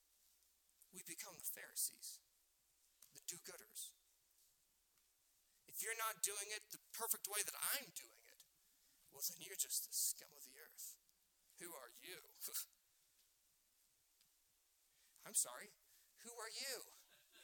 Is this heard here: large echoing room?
yes